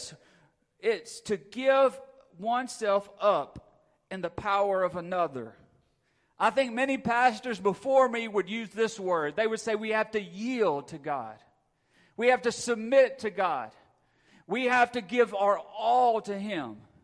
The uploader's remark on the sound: Recorded at Friendship Baptist Church on October 23, 2022.